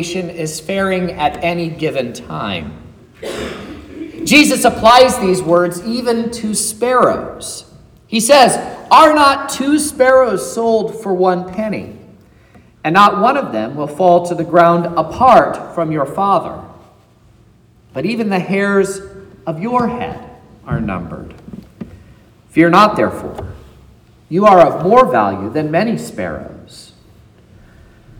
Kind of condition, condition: setting, large echoing room